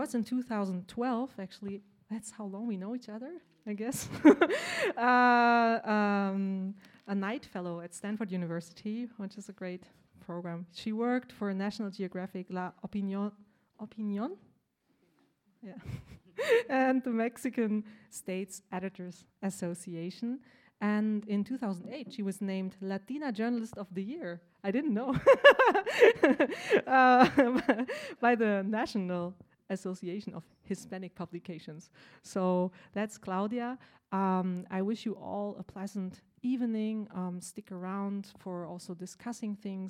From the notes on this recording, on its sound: The opening panel of the “After Extractivism” conference. Recorded at the Haus der Demokratie und Menschenrechte.